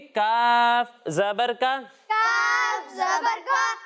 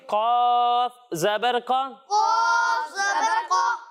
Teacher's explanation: جب ہم کاف کی ادائیگی کریں گے تو اسے باریک پڑھیں گے، اور جب ہم قوف کی ادائیگی کریں گے تو اسے موٹا پڑھیں گے